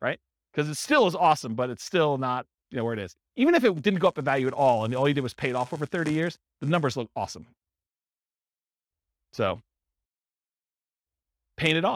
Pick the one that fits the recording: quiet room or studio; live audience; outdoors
live audience